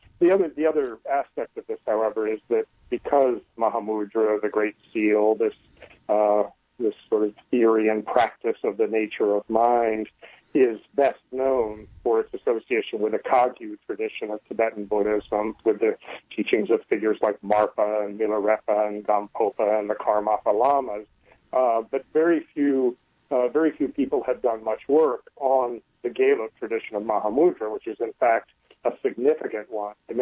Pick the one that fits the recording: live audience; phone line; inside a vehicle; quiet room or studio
phone line